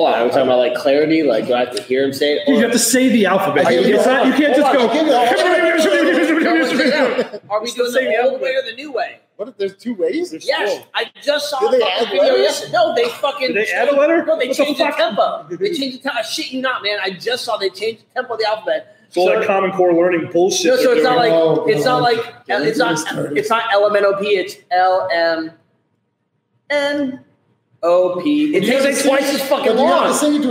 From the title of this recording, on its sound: On Location: Makers Craft Brewery